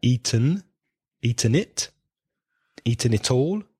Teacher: the N and the vowel sound come together